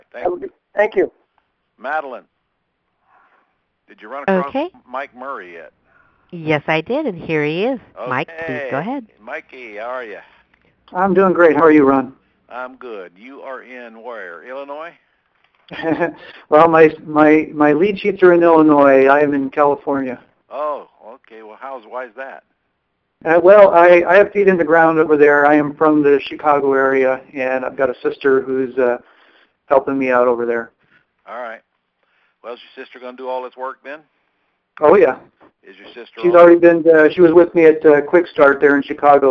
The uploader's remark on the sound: 2014-01-13 Q&A Call